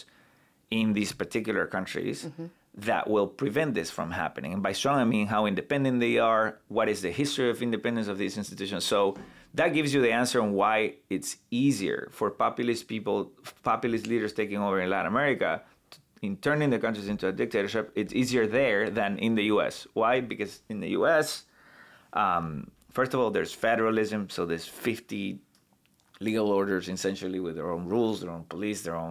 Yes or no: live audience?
no